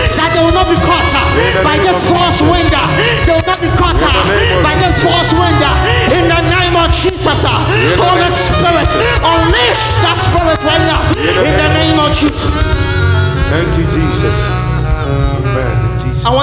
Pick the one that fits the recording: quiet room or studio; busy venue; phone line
busy venue